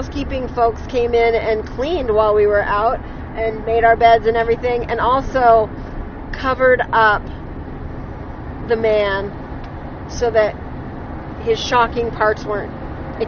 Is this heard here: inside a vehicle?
yes